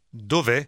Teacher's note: Instead of saying dove è with two separate E sounds, they are combined into one.